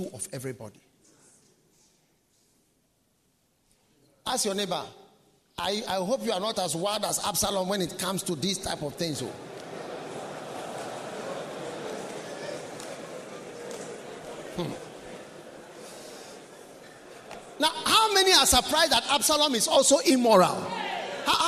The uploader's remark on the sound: Preached at the Nerelugu Pastors‘ Conference.